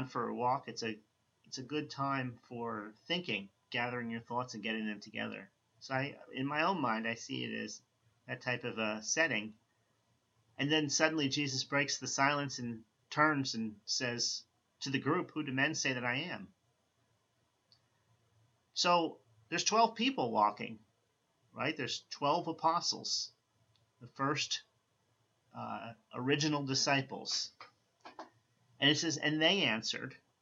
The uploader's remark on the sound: I apologize for the lower volume on this recording.